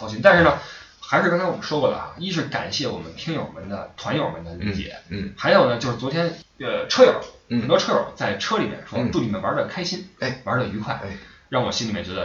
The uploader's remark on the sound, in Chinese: 出门在外没带专业话筒，音质抱歉